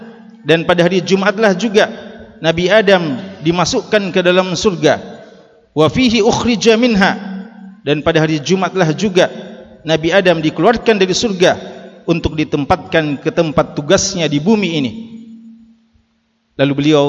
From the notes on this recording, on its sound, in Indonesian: LIVE Ceramah Jum'at. Ceramah Jum'at [LIVE].